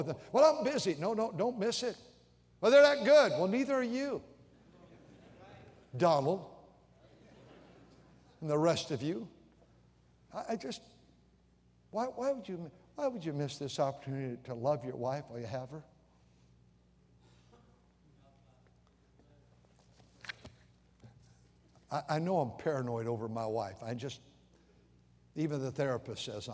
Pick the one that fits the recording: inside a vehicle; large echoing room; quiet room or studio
large echoing room